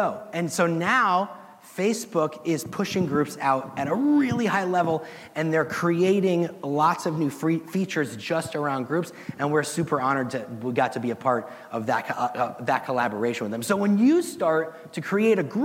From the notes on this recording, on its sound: the audience at the HyperFast Sales Summit